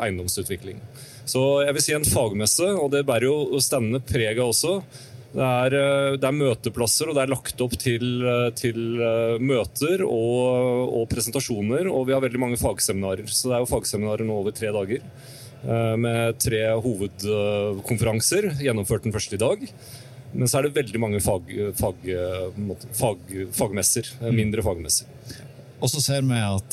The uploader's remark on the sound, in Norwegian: Live fra Bygg Reis Deg. Live fra en av messehallene på Lillestrøm.